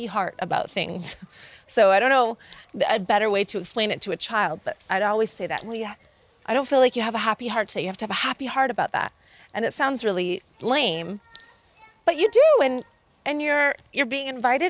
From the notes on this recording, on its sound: goes out for a stroll